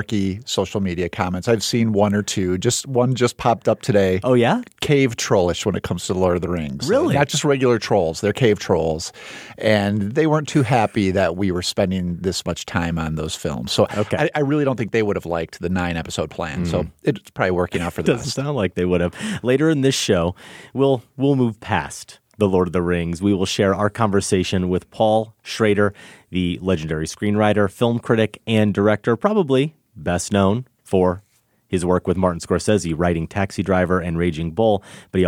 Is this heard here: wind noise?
no